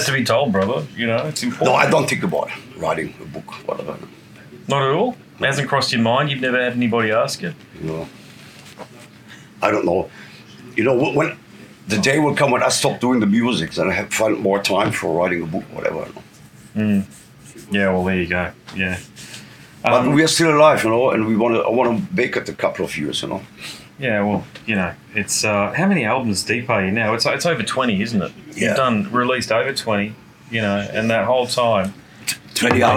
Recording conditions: busy venue